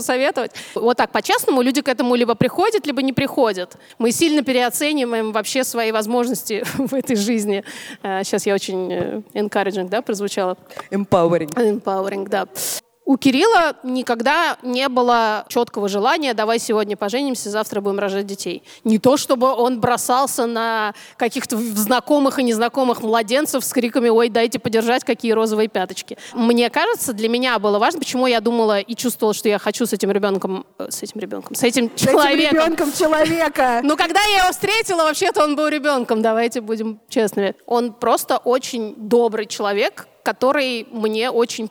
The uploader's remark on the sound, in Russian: Мы встретились со слушательницами (и четырьмя слушателями!) в ДК Рассвет, чтобы провести предновогоднюю открытую запись.